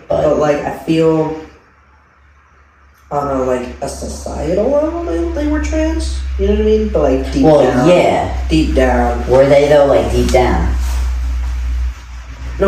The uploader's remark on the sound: We apologize for the audio, we had some technical difficulties with the microphones and had to rely on the camera audio.